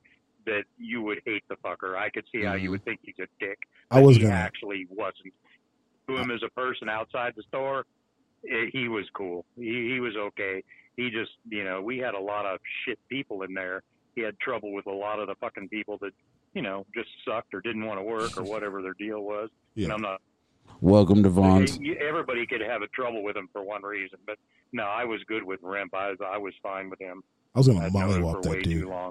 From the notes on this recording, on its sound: we finally get that charger fan on the phone